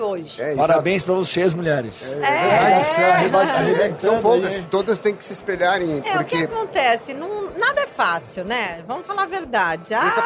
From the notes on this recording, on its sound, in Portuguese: foi gravado diretamente do 30° Congresso Expo Fenabrave, no estande da Auto Arremate® e Linx